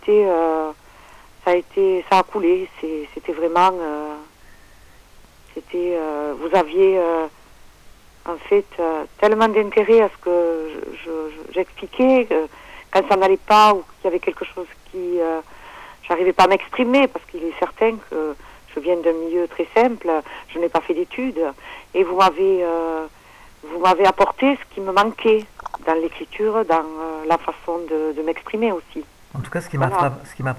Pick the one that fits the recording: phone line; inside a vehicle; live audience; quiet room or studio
phone line